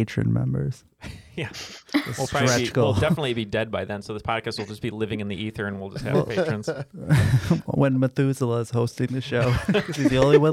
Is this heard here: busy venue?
no